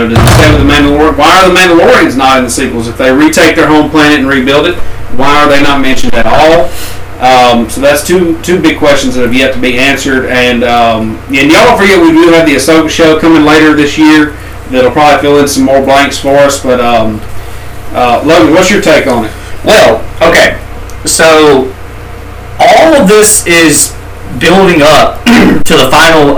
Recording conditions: poor microphone